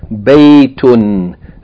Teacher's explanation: ba with fatha followed by ya with sukun, that's a diphthong, two different vowel sounds.